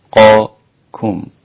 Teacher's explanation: اللام رقيقة، القاف مفخمة، الكاف رقيقة، والميم رقيقة